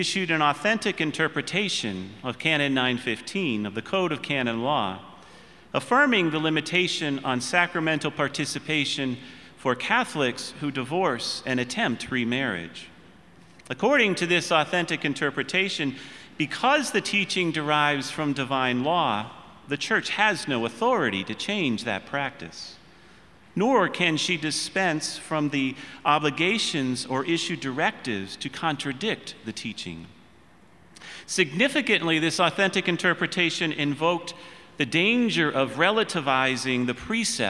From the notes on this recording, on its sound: Panel Discussion addressing the Synod on the Family. The Panel also took several questions from the audience.